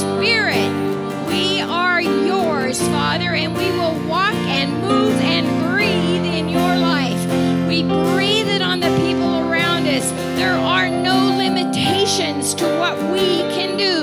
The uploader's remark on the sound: Spirit Service. Sometimes we flow with the Spirit during services but still like to keep the recording in case words were spoken that are meaningful to those in attendance.